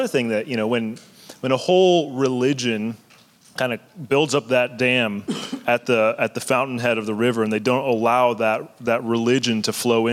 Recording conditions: live audience